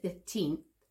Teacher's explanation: So 15th, we've got the F that we just did, 15th, and you can't really hear that TH. It's not really a big sound, but we can see that my tongue is ending up in the same place.